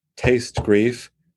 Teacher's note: So the second to last line and the third to last line of this poem are almost all stressed syllables. Bum, bum, bum, bum, bum, bum, bum. · Term: piling the stresses